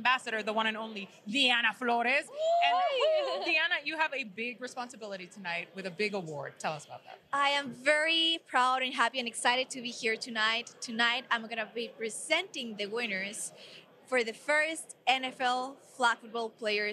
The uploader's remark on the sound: Live From the NFL Honors Red Carpet! Live from the NFL Honors Red Carpet in Las Vegas!